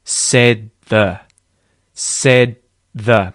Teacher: We go to make the sound, said, and we don't say duh, and we go straight into the TH.